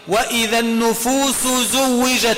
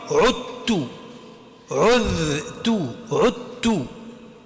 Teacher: النفوس أدغمنا السين في الزاي والسين متحركة نسموه كبير · Term: إدغام كبير